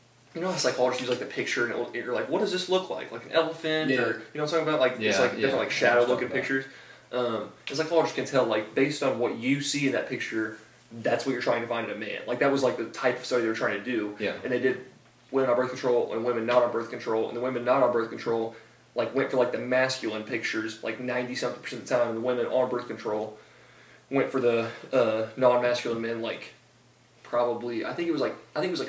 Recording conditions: poor microphone